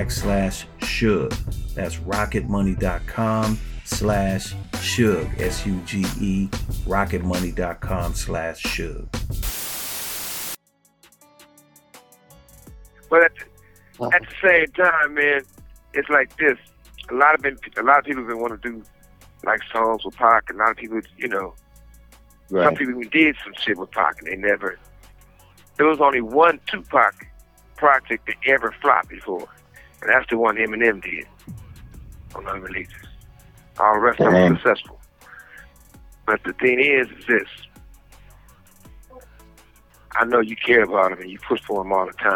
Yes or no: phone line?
yes